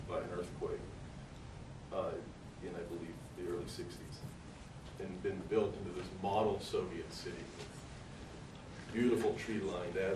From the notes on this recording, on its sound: delivered on April 7th, 2012 as part of the 2013 Platypus Affiliated International Convention held at the School of the Art Institute of Chicago